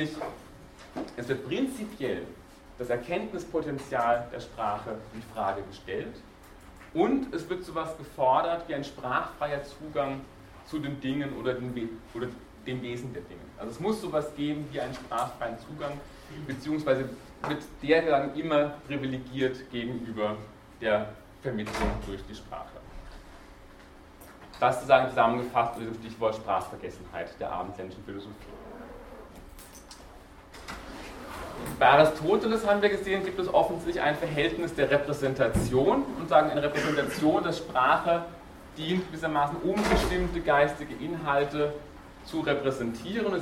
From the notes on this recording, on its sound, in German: Diese Vorlesung wurde von Studierenden aufgenommen